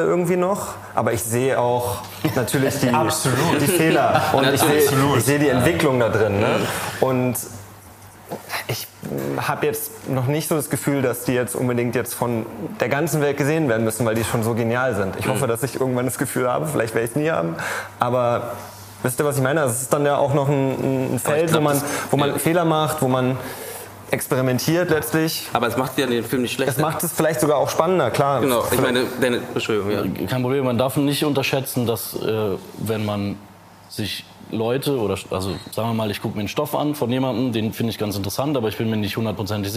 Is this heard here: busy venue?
yes